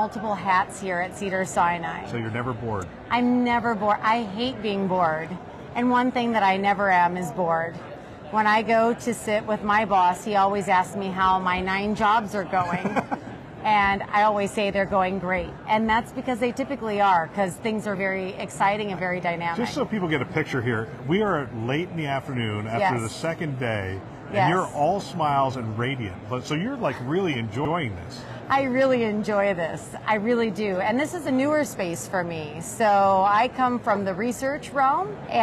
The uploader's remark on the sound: it’s an Interview in Action live from ViVe 2023